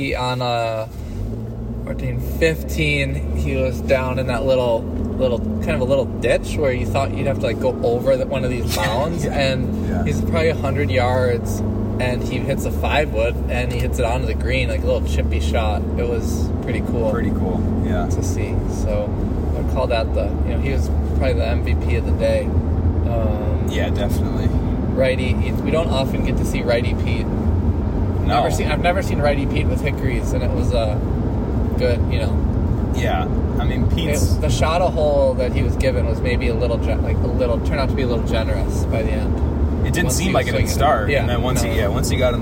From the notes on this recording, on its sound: Live from the car, to and from a round of golf in February at Spring Valley Country Club. The audio for this episode improves at the 8 minute mark.